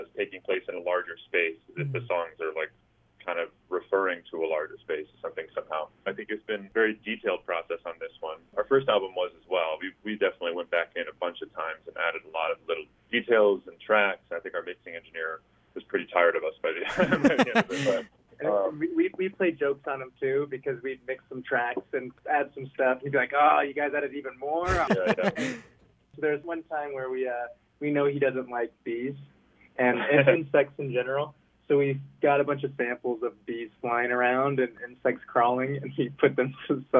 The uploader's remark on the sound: In this engaging, fun, and heartfelt phone interview.